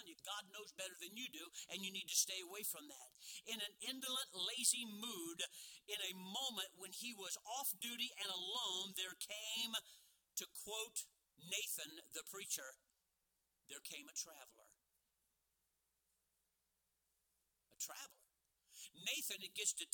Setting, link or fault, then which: setting, large echoing room